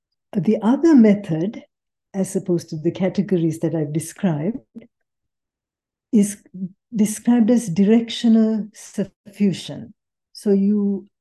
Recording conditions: video call